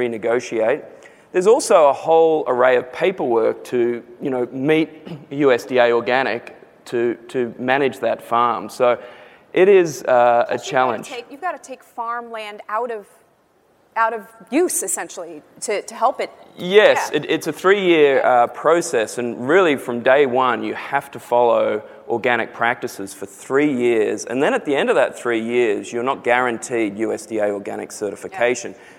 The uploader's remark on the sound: The best of live interviews from GreenBiz events.